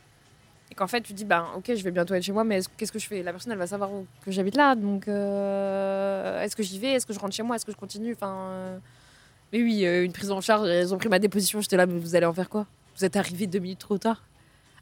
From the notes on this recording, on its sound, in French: Merci au café Creime (Paris 9e) de m'avoir laissé un espace pour enregistrer mes interviews.